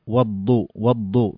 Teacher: ما نطقنا اللام فهي لام شمسية